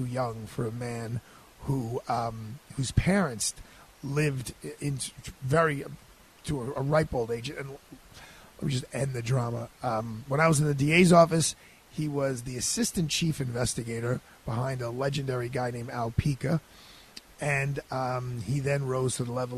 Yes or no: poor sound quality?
no